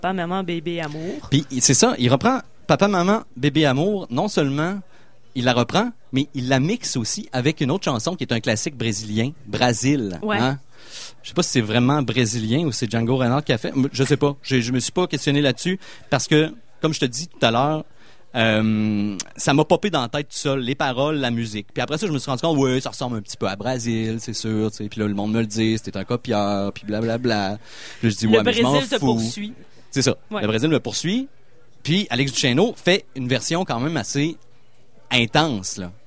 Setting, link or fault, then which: setting, busy venue